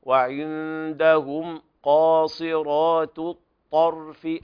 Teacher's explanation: أيضا هنا يلاحظ وعندهم قاصرات الطرف، هنا في تاء مرققة ثم بعدها في كلمة الطرف الطاء، والطاء حرف من حروف التفخيم بل هي أقوى الحروف على الإطلاق، فلا بد من الانتقال من الاستفال في التاء إلى التفخيم الأعلى في الطاء